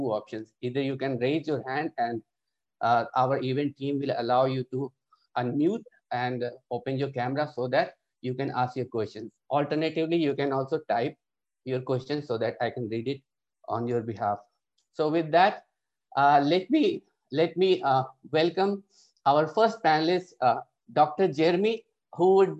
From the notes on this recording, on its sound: The Middle East Institute has hosted a panel of experts to tackle these and other questions. This public talk was conducted online via Zoom.